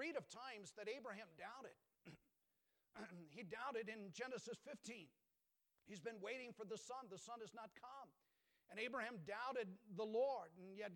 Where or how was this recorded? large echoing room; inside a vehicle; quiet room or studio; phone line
large echoing room